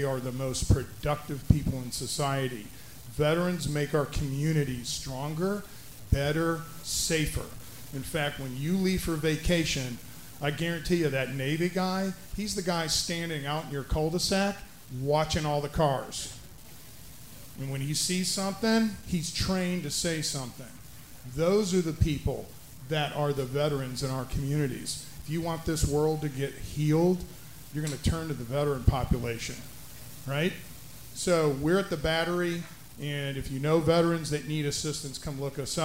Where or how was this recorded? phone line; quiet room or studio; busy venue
busy venue